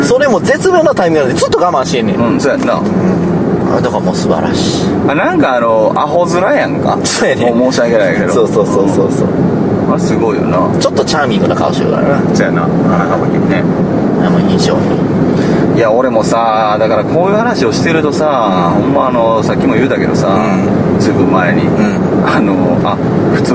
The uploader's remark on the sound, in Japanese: 車中で三人、録音機器の代わりに「ながらツイキャス」収録です。